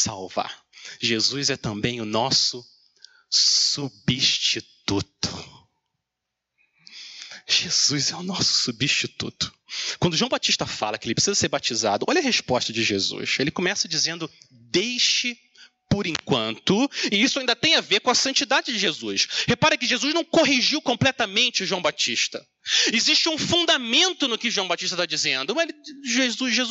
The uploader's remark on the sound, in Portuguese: Mensagem gravada na Igreja Batista Jardim Minesota